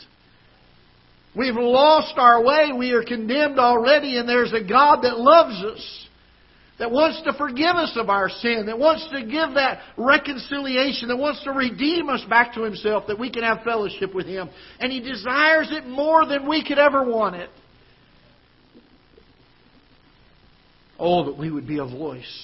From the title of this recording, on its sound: Ketha Heights Baptist Church ~ Live Broadcast